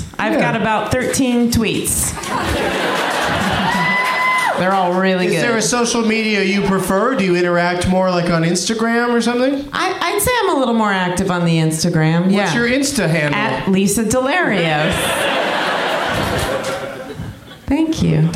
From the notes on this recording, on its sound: Live from the Cap City Comedy Club in Austin